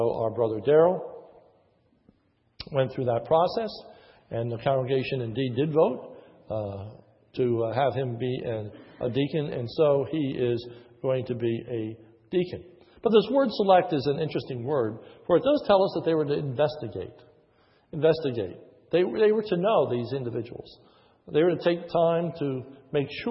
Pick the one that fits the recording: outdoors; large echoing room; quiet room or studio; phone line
large echoing room